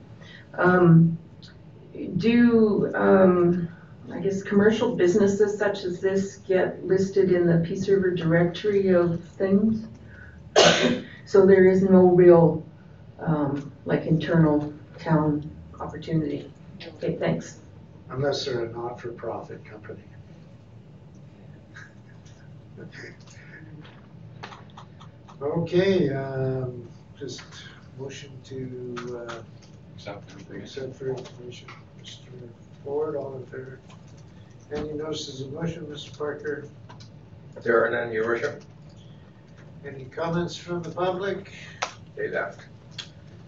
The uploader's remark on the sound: Audio recording of the May 13, 2019 Regular Meeting of Peace River's Town Council.